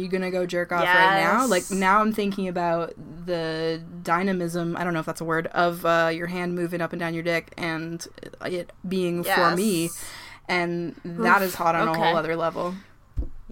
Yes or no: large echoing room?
no